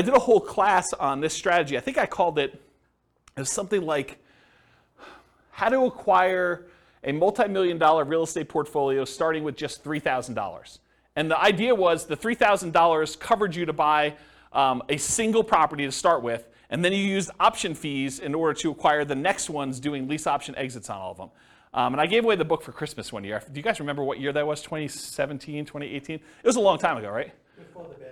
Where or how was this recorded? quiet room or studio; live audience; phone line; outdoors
live audience